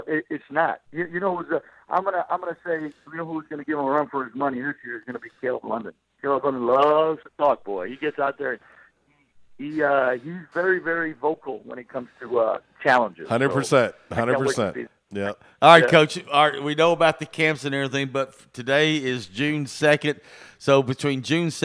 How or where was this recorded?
phone line